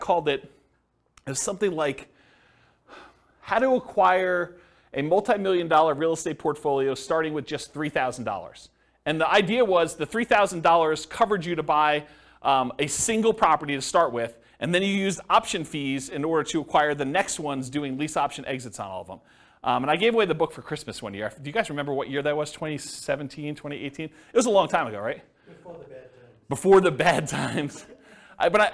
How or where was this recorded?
live audience